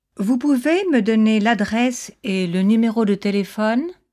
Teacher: It's really a statement, you can give me, which she's turned into a question by lifting her voice at the end. · Term: intonation